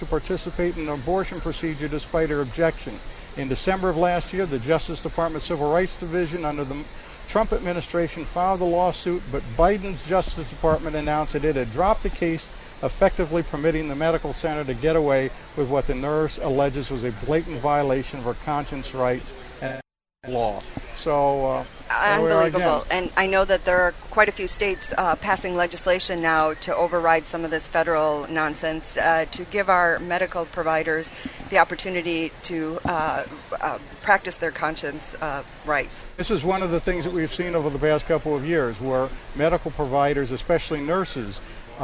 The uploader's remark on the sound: Live from the Iowa State Fair 2021